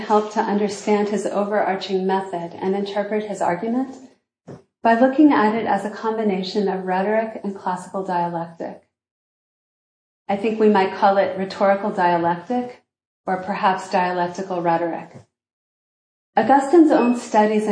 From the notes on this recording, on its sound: This lecture was given at Harvard University on February 23, 2023.